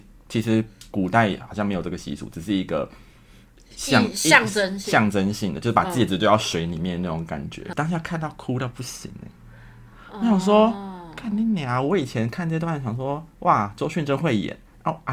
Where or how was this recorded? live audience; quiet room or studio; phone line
quiet room or studio